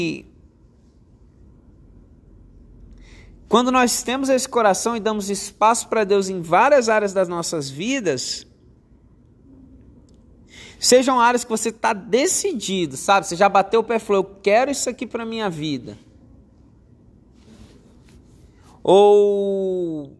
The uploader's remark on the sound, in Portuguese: Podcast gravado durante as 240 horas de adoração da minha igreja local Monte Sião Grande Vitória.